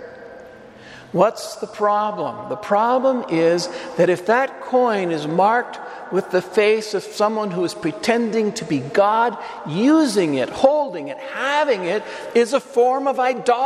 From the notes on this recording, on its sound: Homily delivered to the Saint Francis Catholic Community in Cuenca, EC.